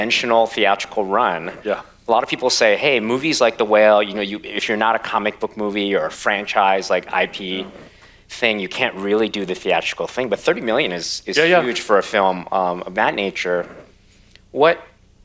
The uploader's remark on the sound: Recorded March 2, 2023 at the Upfront Summit.